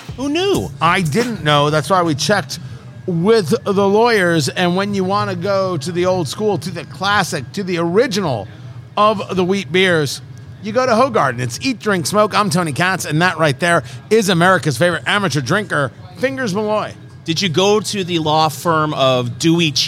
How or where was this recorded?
busy venue